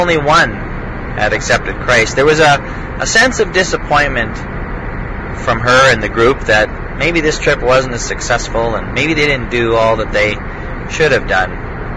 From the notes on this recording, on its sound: I took the opportunity on my drive today to record a 5 minute podcast.